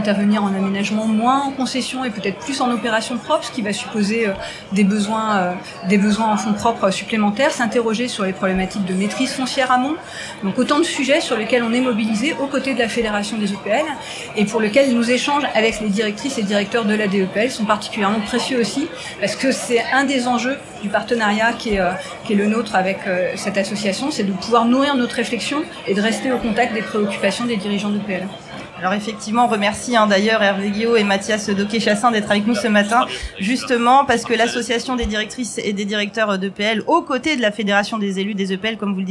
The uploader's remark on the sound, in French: Banque des Territoires La Radio vous emmène à Tours au congrès des EPL. Retrouvez les émissions comme si vous y étiez avec les invités en plateau, les reportages en région et également les interviews en direct des couloirs du congrès. Enregistré le 05/10 à Tours.